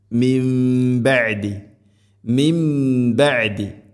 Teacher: സാക്കിന നൂന് ശേഷം ബ, ഇഖ്ലാബ് എന്നാണ് പറയുക. നൂനിനെ മീമാക്കി മാറ്റണം.